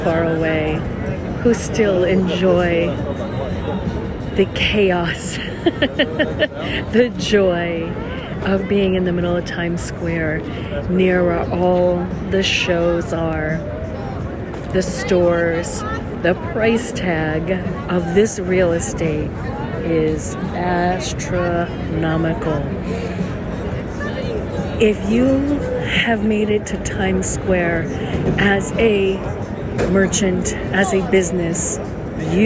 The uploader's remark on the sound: Times Square, NYC, New York, USA. Special Edition On Location Walk and Talk. Stand in awe and look at all the lights and listen to the sounds. Listen to the people talking all different languages and accents.